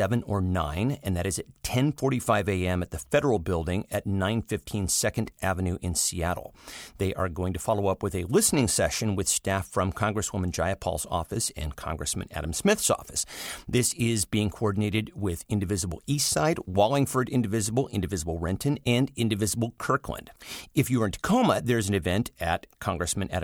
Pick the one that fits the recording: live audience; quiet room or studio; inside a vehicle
quiet room or studio